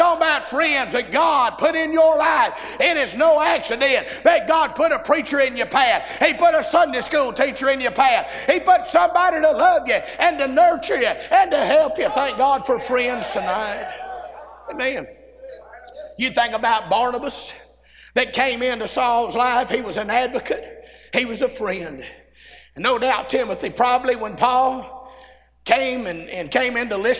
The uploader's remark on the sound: A sermon preached Tuesday Evening during our Spring Jubilee